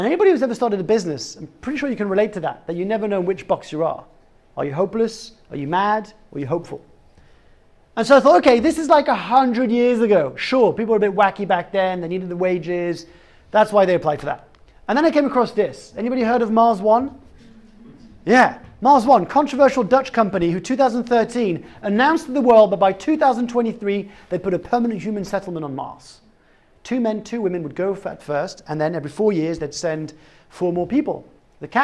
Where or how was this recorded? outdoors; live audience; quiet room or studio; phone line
live audience